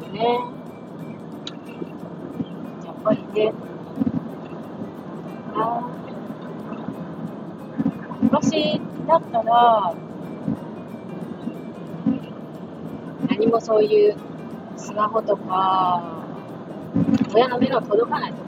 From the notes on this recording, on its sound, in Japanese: ワイヤレスイヤホンで録音しているのでノイズがはいっています